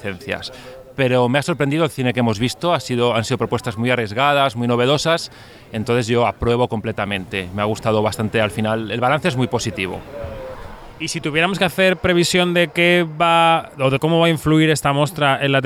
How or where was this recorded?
busy venue